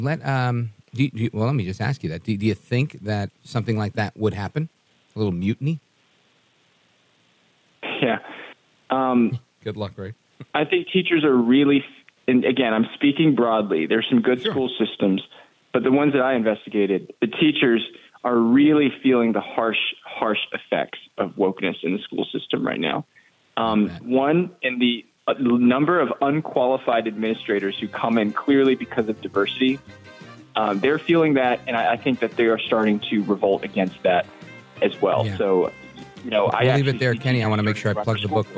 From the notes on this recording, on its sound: we take your calls in open phones across America